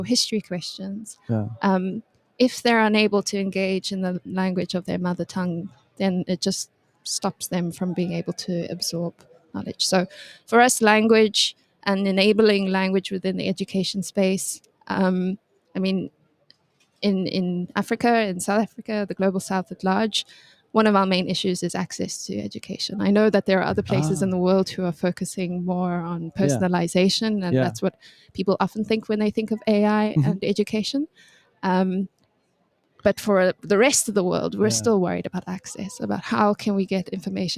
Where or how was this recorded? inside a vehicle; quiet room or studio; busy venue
busy venue